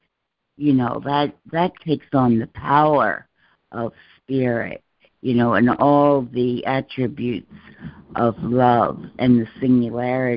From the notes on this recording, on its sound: ACIM Daily Conference Call